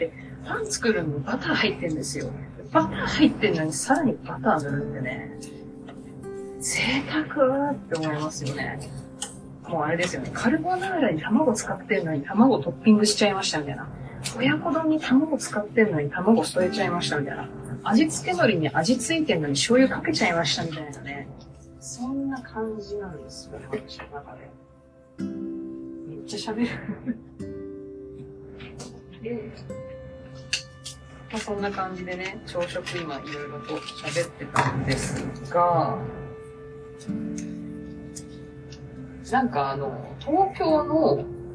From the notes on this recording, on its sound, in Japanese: 本日は初めて料理をしながらのラジオ収録を行いました。